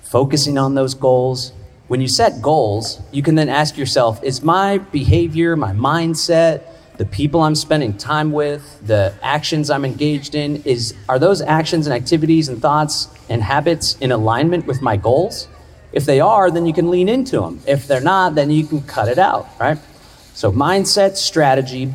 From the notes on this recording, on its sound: delivered a powerful speech, at Solarpunk Summit